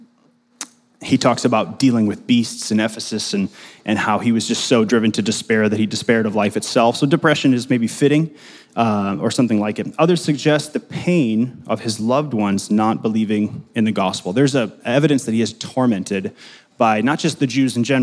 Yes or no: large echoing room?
yes